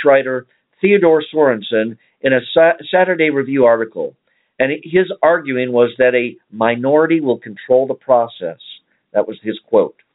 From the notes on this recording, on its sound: save some time for phone calls